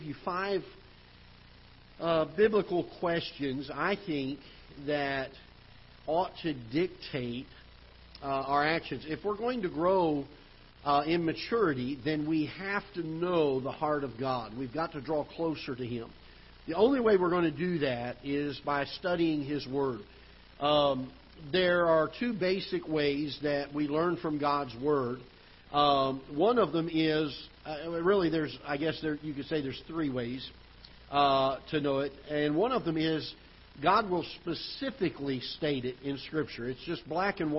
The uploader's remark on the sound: Ketha Heights Baptist Church ~ Live Broadcast